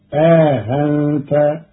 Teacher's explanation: قرأ قالون كلمة أأنت بتسهيل الهمزة الثانية بينها وبين الألف مع إدخال ألف بين المحققة الأولى والمسهلة الثانية، فتصير آهنت، وهي في إحدى لغات العرب.